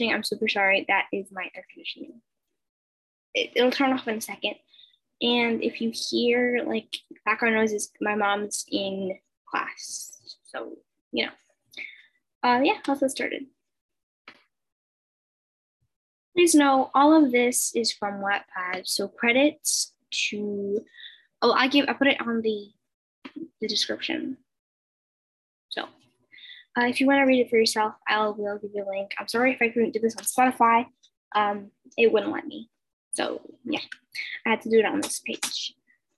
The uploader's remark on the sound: I recorded this on zoom super sorry if its loud or bad quality!